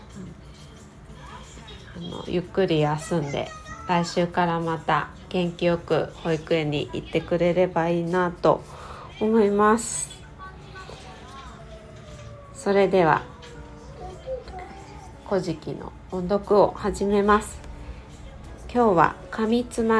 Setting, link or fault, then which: fault, sounds in the background